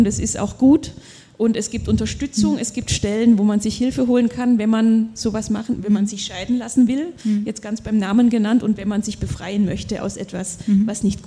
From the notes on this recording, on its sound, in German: Bei der Literaturmeile Zieglergasse. Dass es sich um die Aufnahme eines Live Podcasts handelt, kann man daran erkennen. An den leisen Hintergrundgeräuschen in der Konditorei Frömmel.